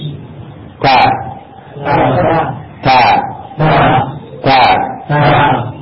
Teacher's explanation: Ta ini disebutkan makhraj di sini adalah ujung lidah dengan pangkal dua gigi seri atas. · Term: huruf ta